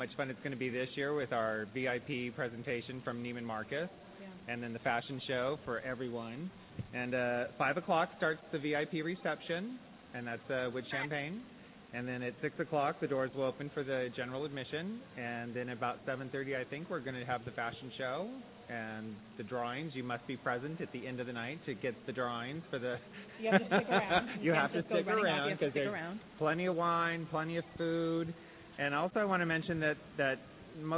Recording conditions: busy venue